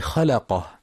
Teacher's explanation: وفي قوله تعالى من أي شيء خلقه، من نطفة خلقه فقدره، ينتبه القارئ للإظهار الحلقي عند حرف الخاء، شيء خلقه، نطفة خلقه، فلا يقرأ شيء خلقه، من نطفة خلقه بالإخفاء. وينتبه لترقيق اللام في خلقه فلا يقرأ خلقه بتفخيمها